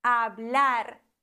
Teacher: Da haben wir ein L und dann wird die letzte Silbe betont.